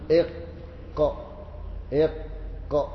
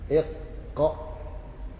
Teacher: والقاف أقصى اللسان مما يليه من الحنك الأعلى سقف الفم فوق · Term: مخرج القاف